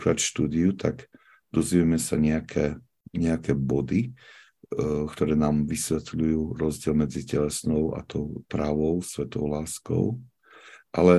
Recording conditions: video call